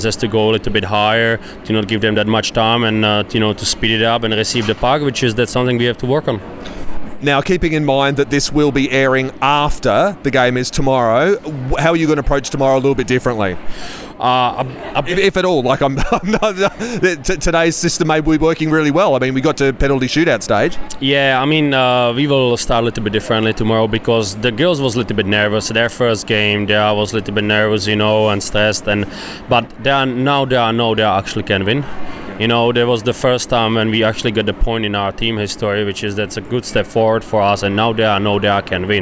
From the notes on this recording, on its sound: Capturing all the action on the incredible first Adelaide weekend of the season, featuring live audio of both games.